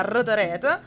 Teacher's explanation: nella parola retret, abbiamo un rafforzamento della consonante iniziale, cioè la R.